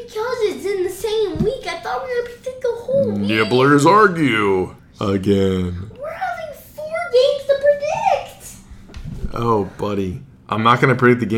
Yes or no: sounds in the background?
yes